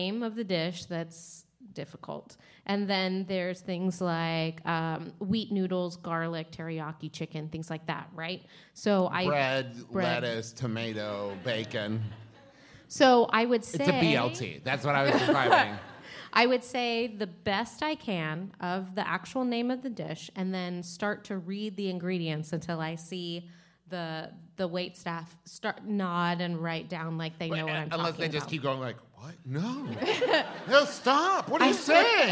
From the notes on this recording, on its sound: This is PART TWO of our two part episode recorded LIVE at Sketchfest 2018!